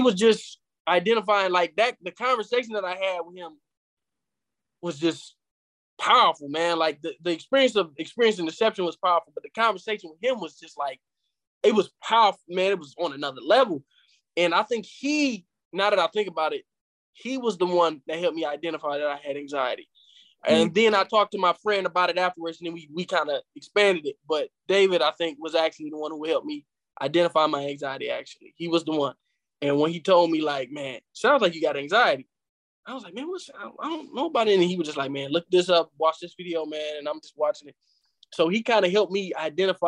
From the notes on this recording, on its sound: we met virtually